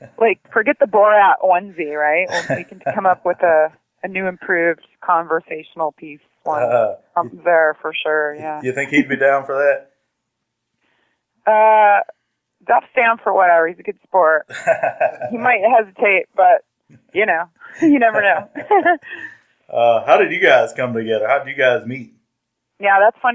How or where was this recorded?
phone line